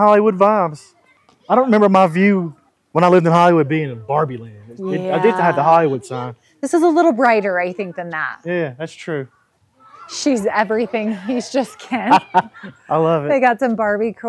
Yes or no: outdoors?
yes